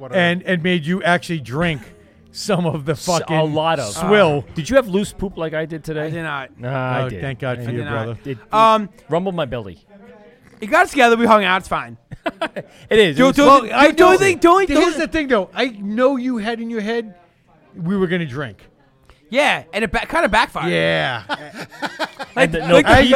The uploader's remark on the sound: LIVE at Hopsscotch Bottle Shop